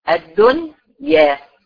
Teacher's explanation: بقرأ النون الساكنة نطق واضح وبنطق حرف الإضغام، كل واحد بنطقه منفصل عن التاني · Term: إظهار مطلق